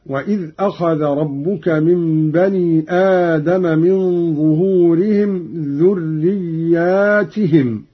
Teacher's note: قرأ قالون بألف بعد الياء وكسر التاء جمعا